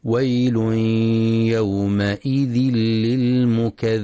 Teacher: ينتبه القارئ للإدغام بغنة في تنوين الضم الذي جاء بعده حرف الياء، ويل يومئذ، وللإدغام بغير غنة في تنوين الكسر حيث جاء بعده حرف اللام، يومئذ للمكذبين. وينتبه القارئ لرخاوة الذال في للمكذبين